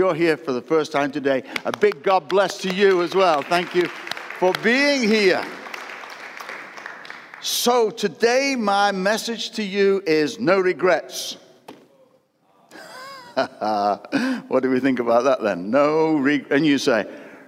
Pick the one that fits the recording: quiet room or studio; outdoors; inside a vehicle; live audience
live audience